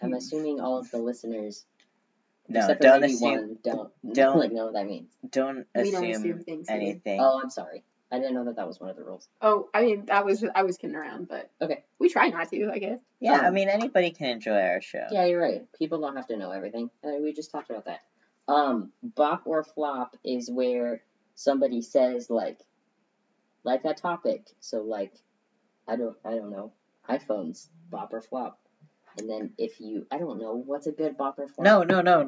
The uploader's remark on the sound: Sorry about the audio on this one folks, we're still working on our set-up for recording with another person.